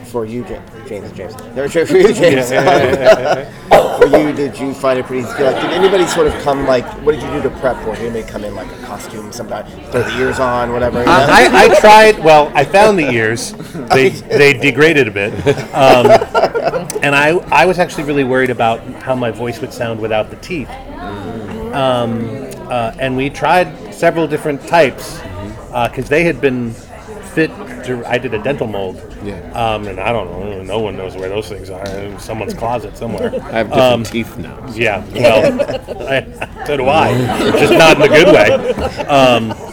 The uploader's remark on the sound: Audio Interviews From NYCC